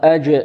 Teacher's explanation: والجيم مقلقلة، حرف شديد مقلقل، أجر، يخرج من وسط اللسان، أجر، أجر، لا تخرج من ماذا؟